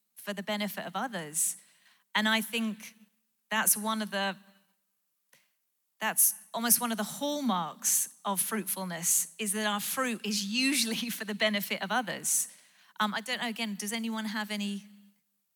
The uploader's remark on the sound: Live at The Orchard Conference 2023.